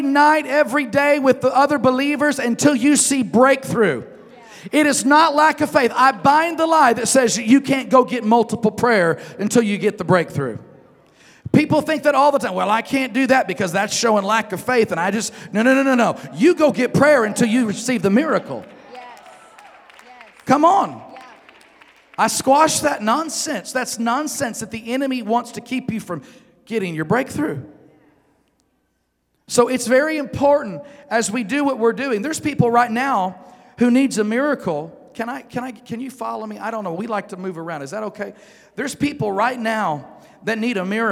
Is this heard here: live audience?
yes